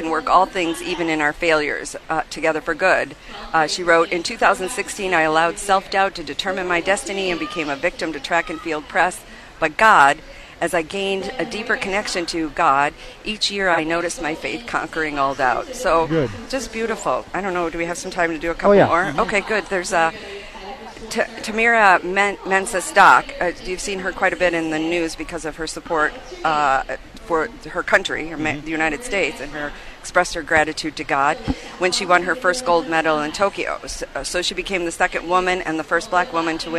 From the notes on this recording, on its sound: Live from the Iowa State Fair 2021